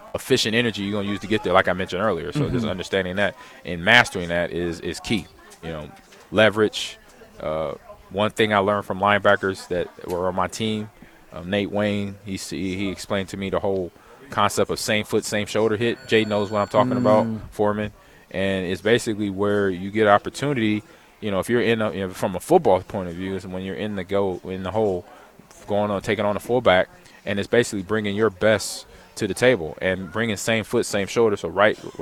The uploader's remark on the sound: LIVE (Pt2) from Most Wanted MMA in Lincoln